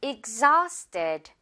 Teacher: 이 H는 지금 무음이에요. 발음 나지 않아서 바로 또 모음으로 연결해주면 돼요. Exhausted. 이 단어는 지친이란 뜻입니다.